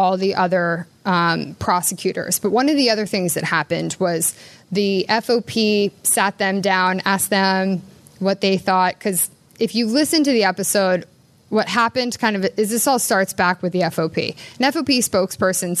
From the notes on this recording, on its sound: To a live audience for the Philadelphia Podcast Festival.